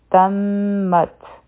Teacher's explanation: په تا باندې به همس کوو یعنی د تا آواز چې دی نو دا به ختم شي او سا به جاری وي